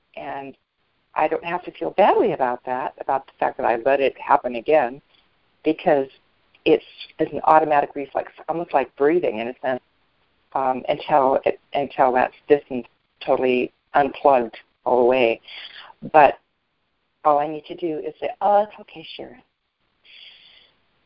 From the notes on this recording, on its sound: ACIM Daily TEXT Conference Call